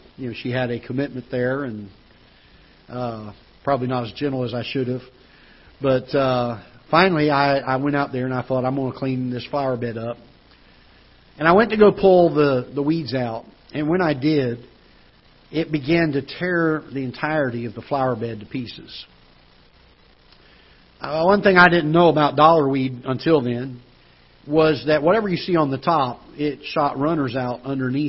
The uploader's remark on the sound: Ketha Heights Baptist Church ~ Live Broadcast.